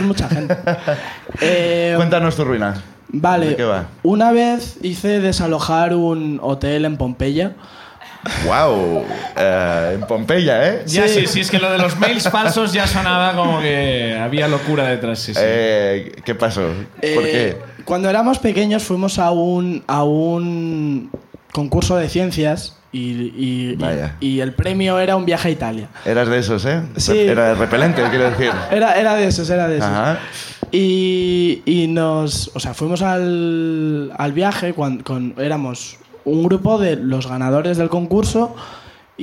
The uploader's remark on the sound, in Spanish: Segundo show de La Ruina desde Madrid. El público de La Ruina en Madrid también nos cuenta sus aventuras.